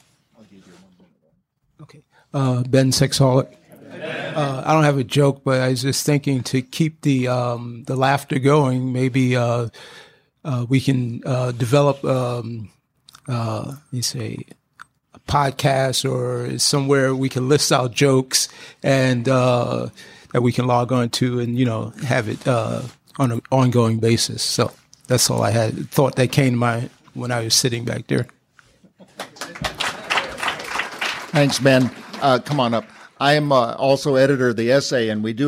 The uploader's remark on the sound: Laughing At Recovery - 2017 Newark Conference. This share comes from the 2017 Newark NJ Conference.